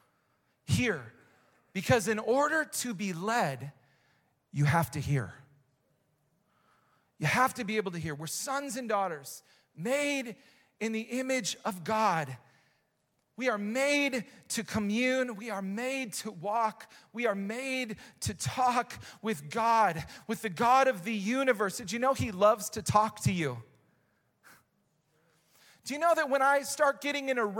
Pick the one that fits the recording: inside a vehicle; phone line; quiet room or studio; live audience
live audience